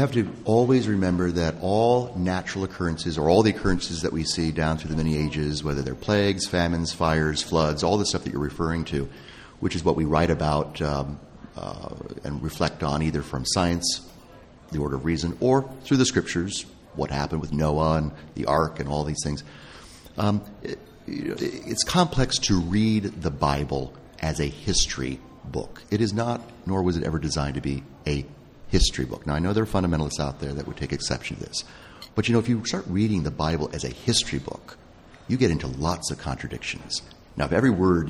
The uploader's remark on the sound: Our final show from the luxurious corner booth of the French Catholic Cafe this year